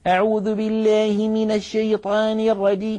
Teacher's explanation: يجعل دائما فكه يعوج بالحروف التي لا ينبغي فيها الإمالة · Term: تعويج الفك